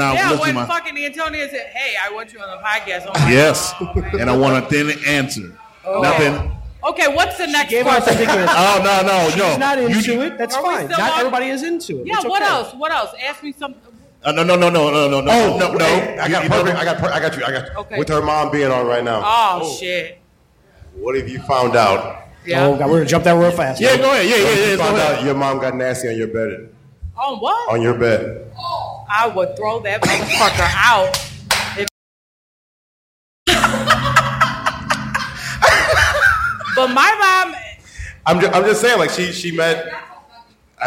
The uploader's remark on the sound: In the larger than usual live audience